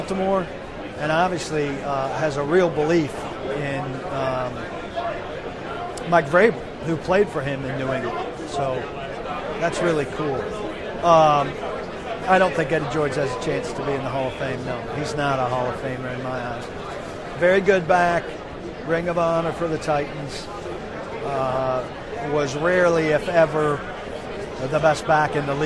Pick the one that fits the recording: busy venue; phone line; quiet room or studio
busy venue